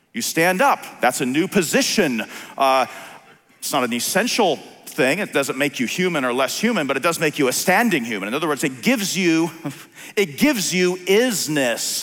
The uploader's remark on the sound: On January 23, 2021 at the Founders “The Only God” national conference in Southwest Florida.